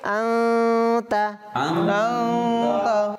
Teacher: এটা যেহেতু ইখফার হরফ চলে আসছে এখন আন থেকে গুণনা করব আন থেকে আমরা আওয়াজটা কোথায় নিয়ে যাব নাকের ভিতরে নিয়ে যাব